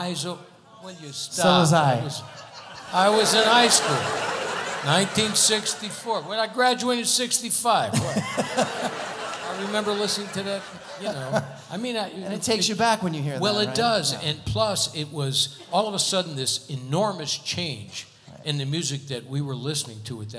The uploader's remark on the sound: Live at the SouthPoint Casino